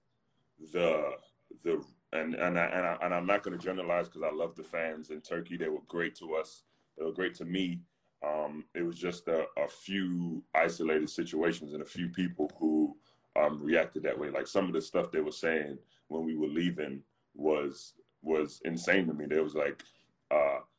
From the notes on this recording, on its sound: Whilst the world is locked down during the coronavirus pandemic. Predominantly answering questions from fans.